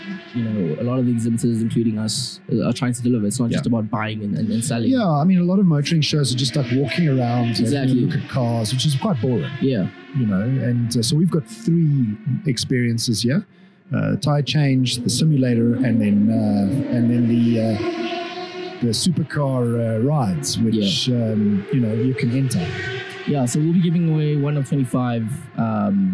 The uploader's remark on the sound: Report live from Festival of Motoring 2023 at Kyalami racetrack! At the AutoTrader stand.